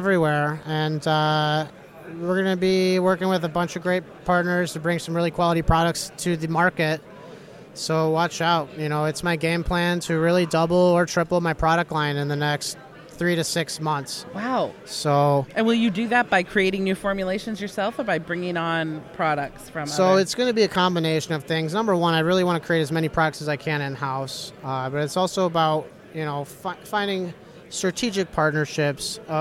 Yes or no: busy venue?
yes